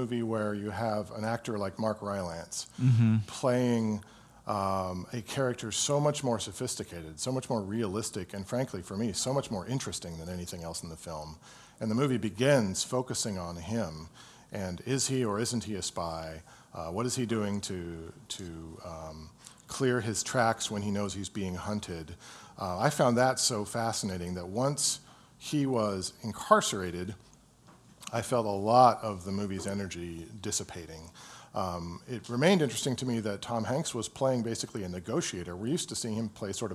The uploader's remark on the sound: Live at Hales Ales